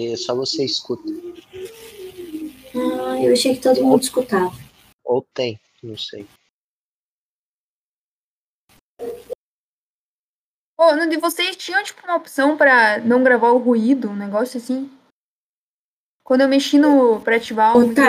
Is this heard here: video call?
yes